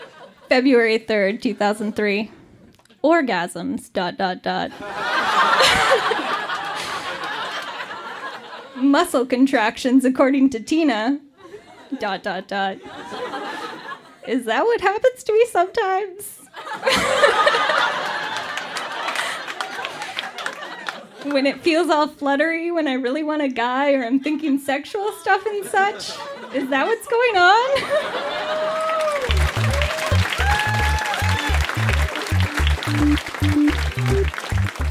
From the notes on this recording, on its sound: Recorded live at Yuk Yuk's in Ottawa, ON.